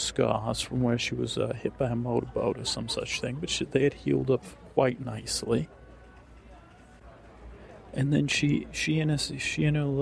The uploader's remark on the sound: this is a real experiment as it was all recorded at airports